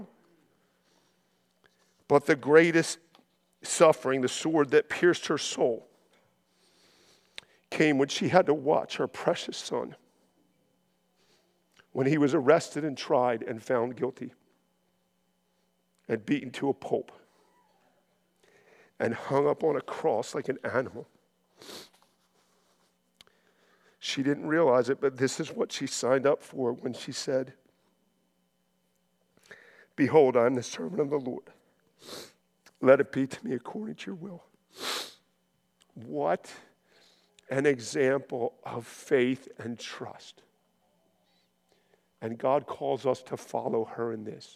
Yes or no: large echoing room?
yes